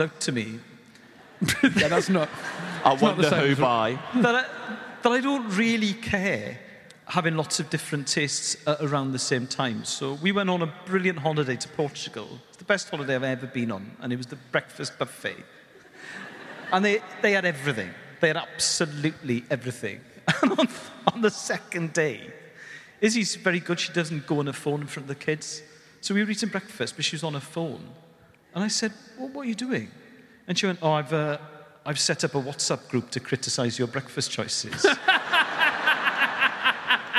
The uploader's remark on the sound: Live episode, this one from night one of our two-night residency at London’s Royal Albert Hall. For Storm Productions Group live at the Royal Albert Hall.